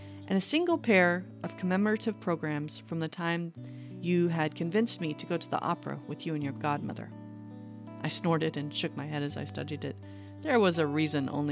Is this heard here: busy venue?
no